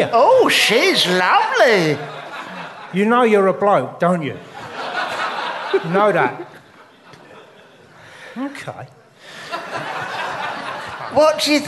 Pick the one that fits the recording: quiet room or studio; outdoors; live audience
live audience